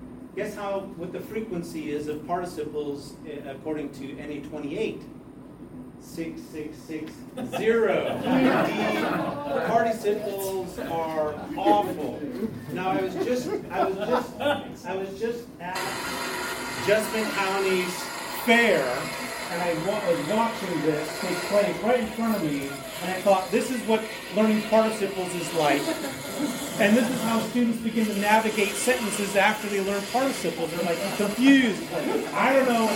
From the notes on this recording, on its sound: Presentation at the "Greek and Hebrew for Life" conference in Louisville, KY (2023).